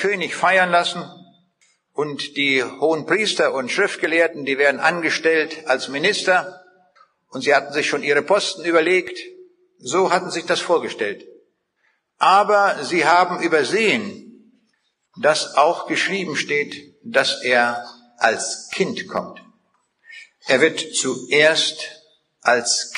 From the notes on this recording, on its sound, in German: Vortrag, den er 2006 in der Seidenstickerhalle in Bielefeld gehalten hat